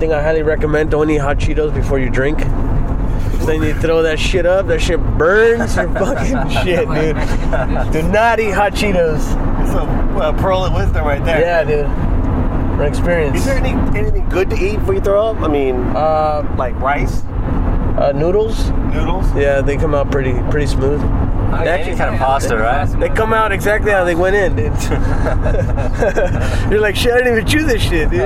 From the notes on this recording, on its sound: our first pod recorded on the road